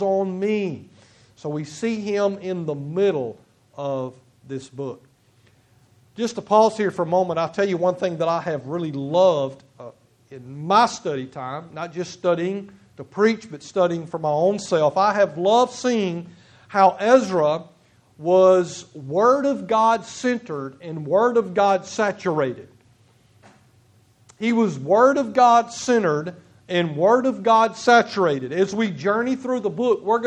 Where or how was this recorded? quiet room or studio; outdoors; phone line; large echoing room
large echoing room